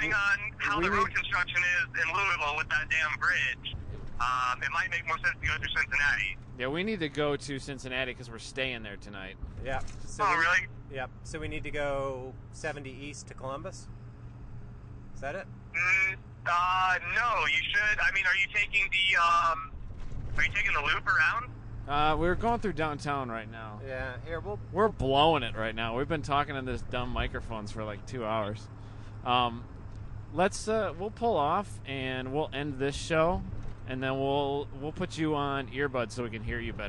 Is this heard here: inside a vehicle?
yes